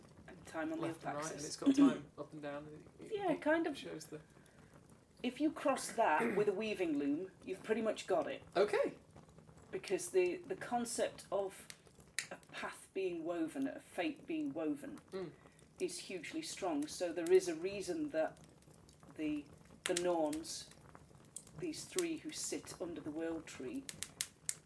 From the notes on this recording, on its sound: Background fire ambience